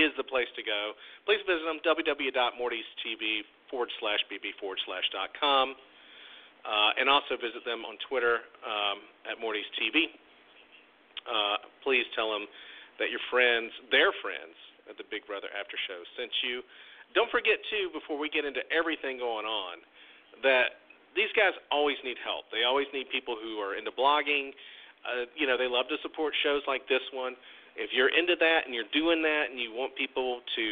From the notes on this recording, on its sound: Tonight we open the phone lines for YOU